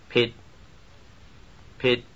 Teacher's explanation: This word has a low pitch contour.